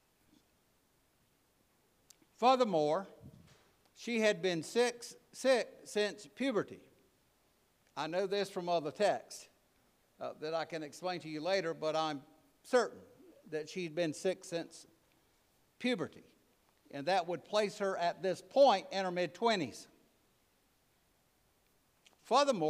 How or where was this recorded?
large echoing room